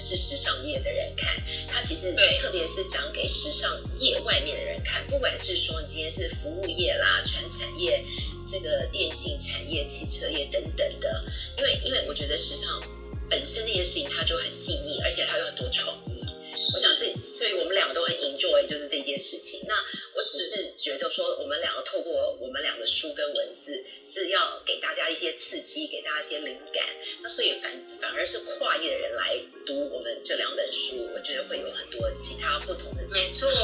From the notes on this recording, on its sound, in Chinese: 本集採線上錄製